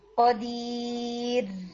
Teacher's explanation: جب آپ نے را پر اسٹاپ کیا نا، تو اس میں بھی مجھے تھوڑی ہمز فیل ہوئی، جیسے آئی گیس یہ اس ورڈ میں تھا قدیر، یعنی اس طرح کی ساؤنڈ آئی قدیر.